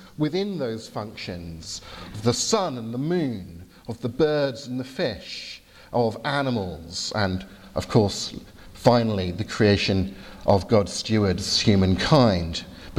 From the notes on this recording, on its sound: from the 11 am service at Highfield Church Southampton